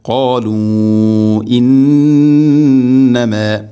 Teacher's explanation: ഇവിടെ മദ്ദിൻ്റെ അക്ഷരമായ വാവ് ശേഷം ഹംസ അടുത്ത പദത്തിലാണ്. മദ് മുൻഫസിൽ, നാലോ അഞ്ചോ ഹർക്കത്തിൻ്റെ ഖദറിൽ നീട്ടാവുന്ന മദ്ദാണത്